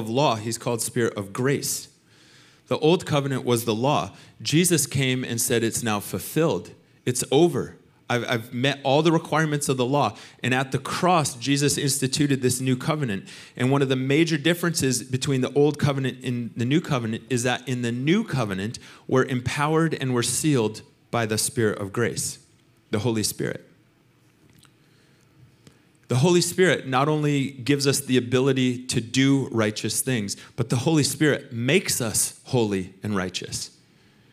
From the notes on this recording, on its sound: Recorded sunday evening service at Reunion Hawaii.